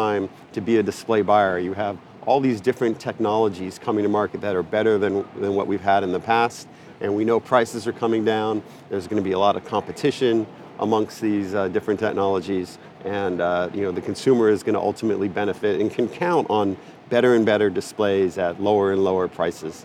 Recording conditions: busy venue